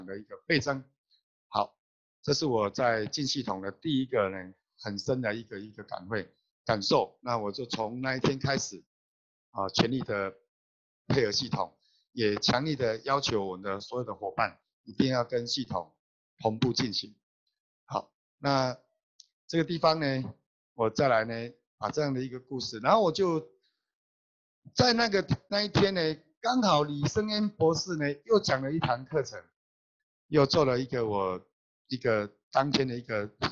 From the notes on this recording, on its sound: Check out our ninth Global Zoom Meeting Highlight.